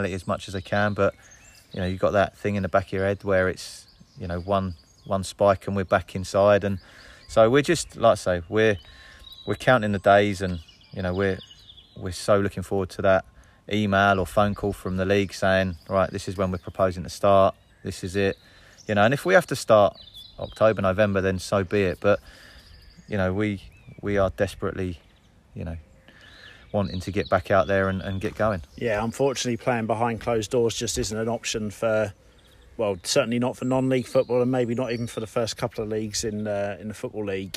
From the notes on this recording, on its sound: LIVE from the site of City’s new stadium at Sawston